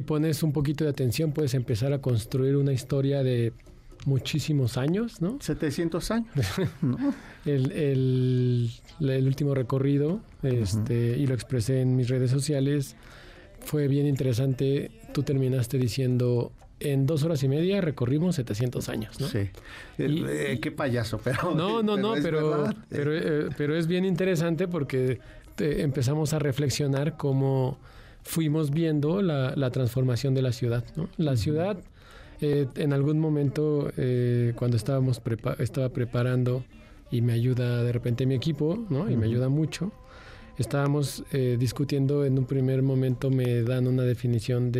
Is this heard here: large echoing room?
no